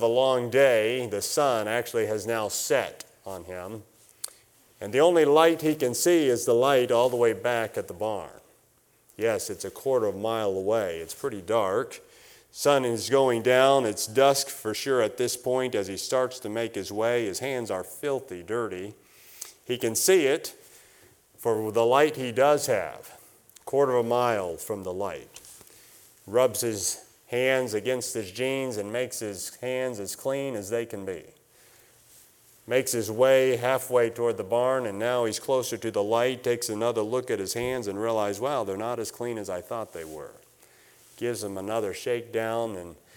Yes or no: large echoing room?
yes